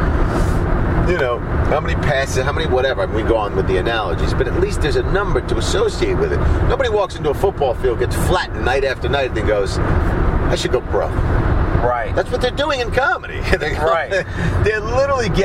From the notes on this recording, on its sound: Dropped him off to catch his train on the way out of town. In the car on the way, this conversation took place.